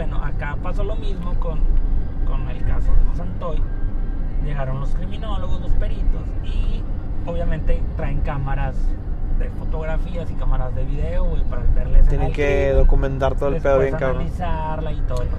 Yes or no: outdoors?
yes